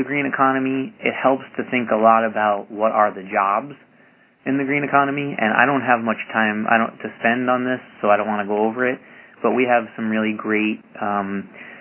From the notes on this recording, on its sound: Call recorded on October 27, 2011.